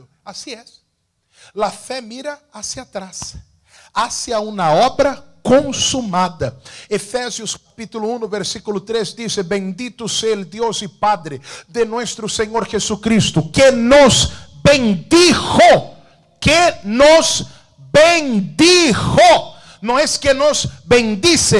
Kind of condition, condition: setting, large echoing room